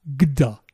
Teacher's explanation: Le participe passé de jaksh est jagda avec la consonne ga et la dentale aspirée da, gda, pour une raison de sandhi.